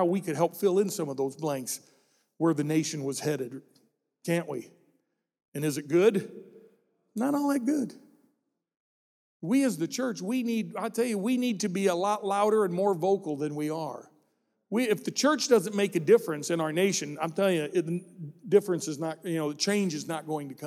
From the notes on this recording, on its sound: This message was recorded during our "Celebrate America" service.